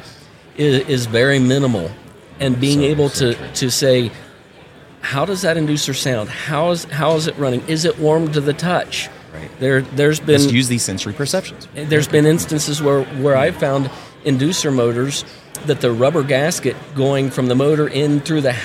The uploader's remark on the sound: at the 2023 National HVACR Education Conference